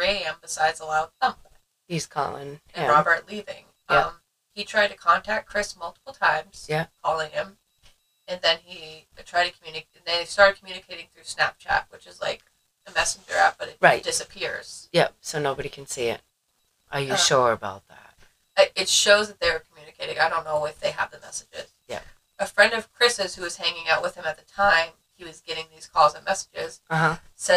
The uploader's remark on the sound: Sorry for the sound we just got a new mic and for some reason it was not working with the mixer which was not noticed until the editing process. It is like we recorded with only one mic.